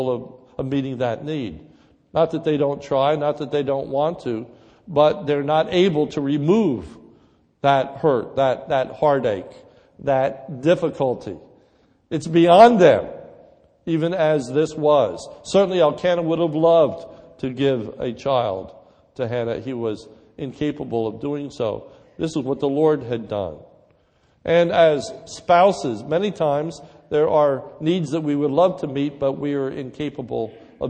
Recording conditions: large echoing room